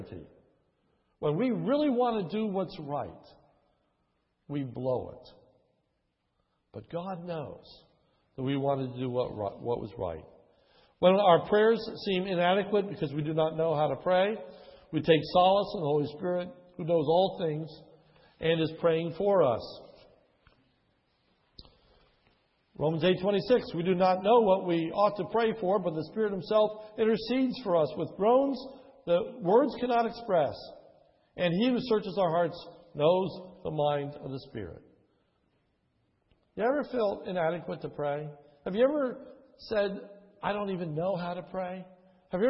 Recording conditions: large echoing room